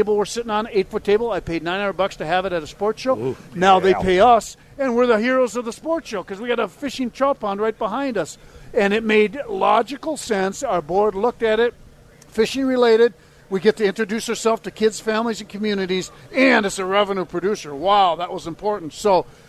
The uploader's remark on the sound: Holes For Heroes Live on Medicine Lake